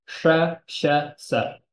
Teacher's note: In the plains Prakrits, those all merge together as sa. · Term: three sibilant system